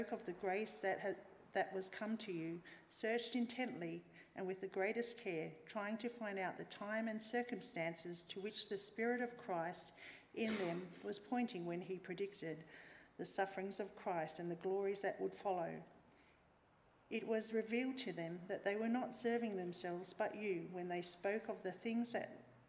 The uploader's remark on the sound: Preached at Wollongong Christian Reformed Church